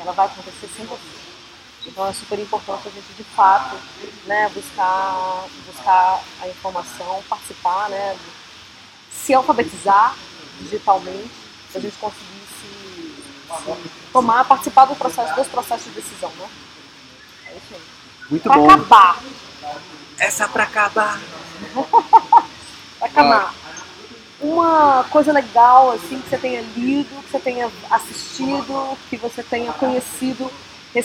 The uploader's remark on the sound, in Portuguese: Direto do meio da Semana de Inovação. Gravado no meio do burburinho da Semana de Inovação. O som ficou um pouquinho prejudicado desta vez graças às belas fontes do pátio.